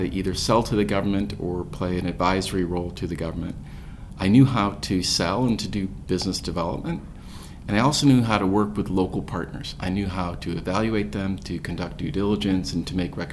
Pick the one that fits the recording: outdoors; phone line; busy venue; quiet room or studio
busy venue